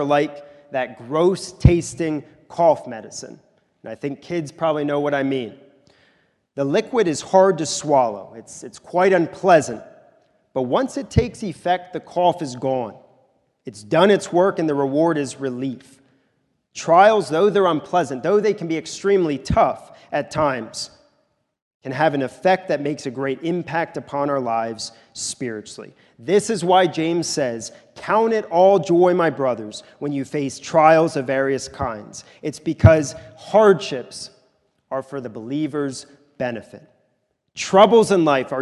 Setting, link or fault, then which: setting, large echoing room